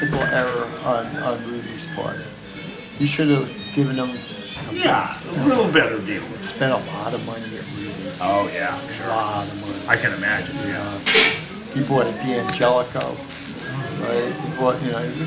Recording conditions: busy venue